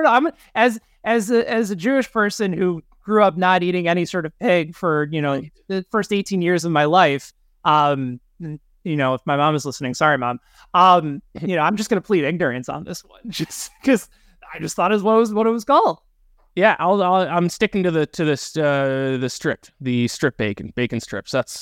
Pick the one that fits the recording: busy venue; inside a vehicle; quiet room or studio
quiet room or studio